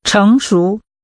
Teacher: Using two rising tones